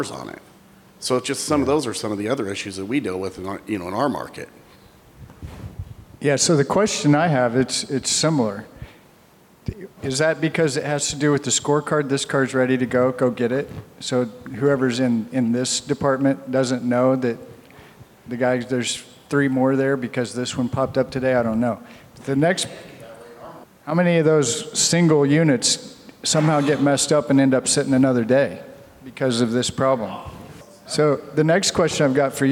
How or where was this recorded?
live audience